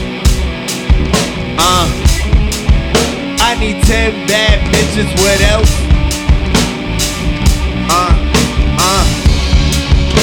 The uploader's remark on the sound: These tracks were recorded and performed live in Washington, DC at the Howard Theater location inside the hip hop legendary clothing store, Grindstone Universal.